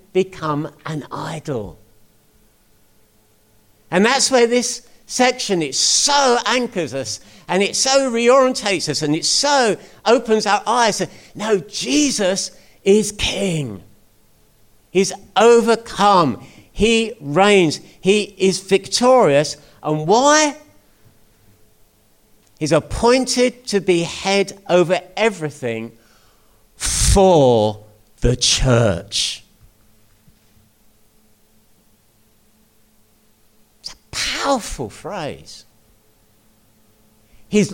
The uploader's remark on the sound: At King's Church, Cockermouth, as an audio file.